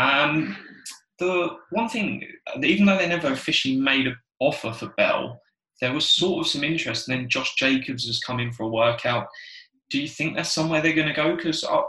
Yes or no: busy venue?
no